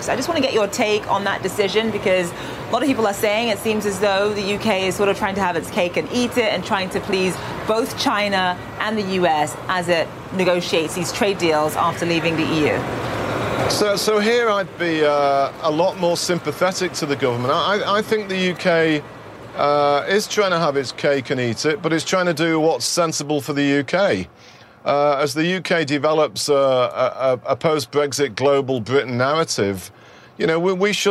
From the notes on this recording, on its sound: live from the New York Stock Exchange